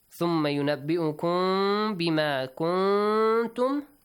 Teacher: ميم ساكين plus ba, إخفاء، hiding sound of ميم